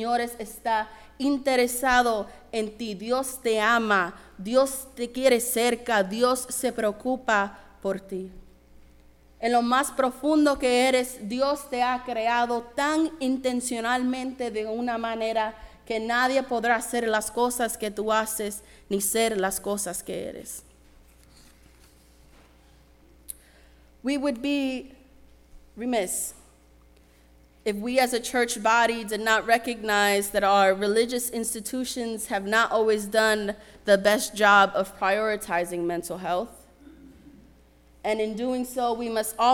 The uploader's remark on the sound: Sermon preached at RCHP on June 25, 2023.